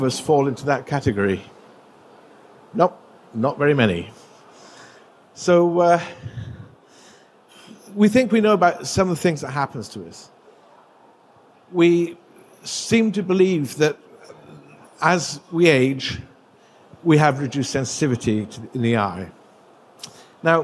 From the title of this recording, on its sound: Presented at GILE 2023